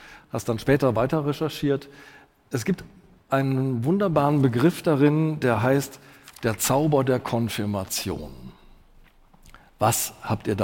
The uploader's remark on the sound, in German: im Live-Podcast der Langen Nacht der ZEIT